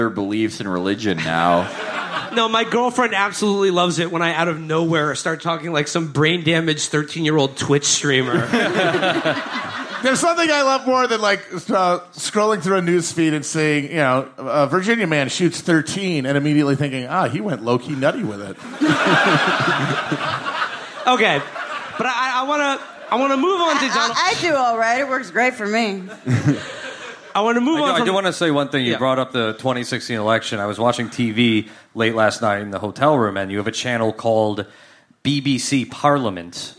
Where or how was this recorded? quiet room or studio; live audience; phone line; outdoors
live audience